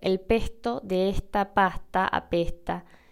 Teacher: esa S que está antes de la T puede sonar de forma más o menos fuerte y en nuestro caso casi no se escucha